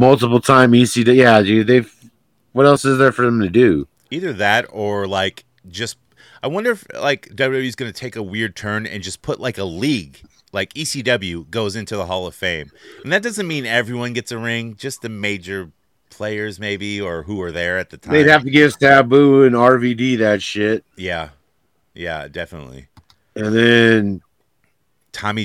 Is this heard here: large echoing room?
no